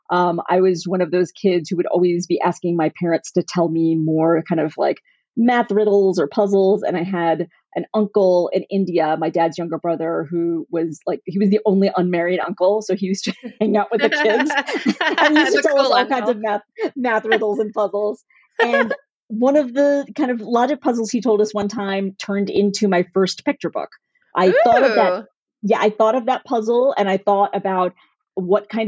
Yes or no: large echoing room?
no